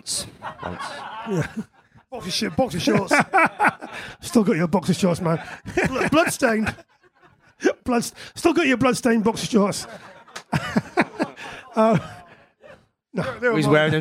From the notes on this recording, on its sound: Episode 292 is the audio from my Live Q&A. The West Hampstead Arts Club.